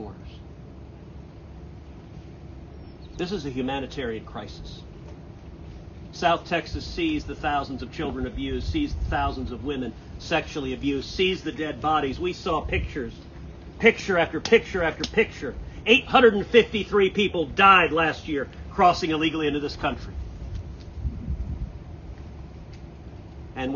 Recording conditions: outdoors